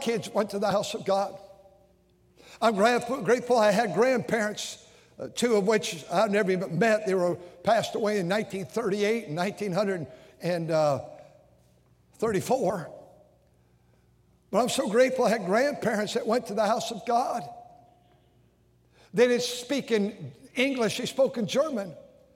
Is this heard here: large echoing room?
yes